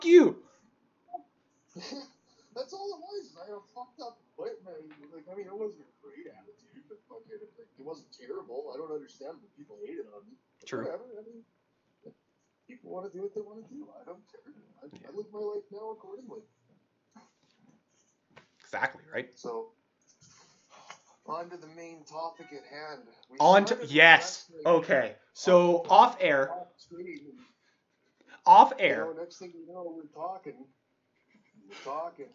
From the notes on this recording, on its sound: This was the FIRST time reconnecting on video chat (Obviously I only recorded audio).